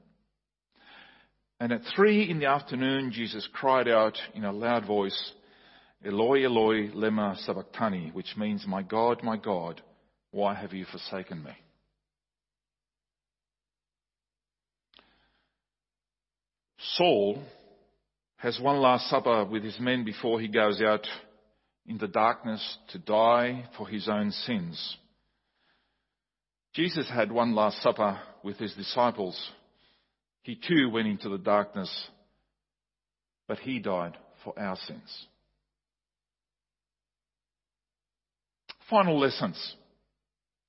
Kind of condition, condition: setting, large echoing room